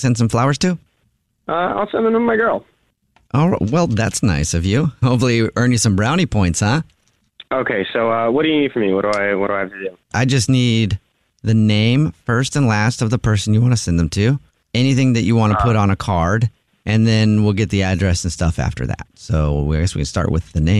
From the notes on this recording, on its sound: War of the Roses is when someone calls The Jubal Show because they think that their partner is cheating so we call them offering services in order to catch them cheating. The woman on the phone thinks that her boyfriend is cheating because of something the server told her friend!